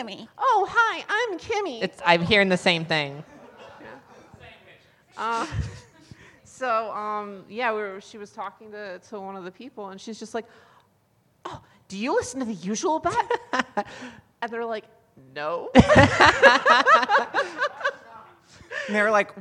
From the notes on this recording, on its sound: A live studio audience at SummerCAP 2022!